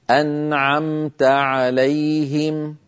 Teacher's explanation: أما مثال العين فهو بالنسبة للنون الساكنة صراط الذين أنعمت عليهم انتقلت من النون إلى العين مباشرة بدون أن أزيد في زمني الغنة · Term: الإظهار